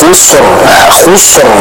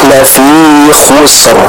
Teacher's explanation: kita tetap membaca huruf sinnya dengan tipis dan juga huruf ra-nya kita baca dengan tebal. · Shown in: second take · Contohnya la fi khusr.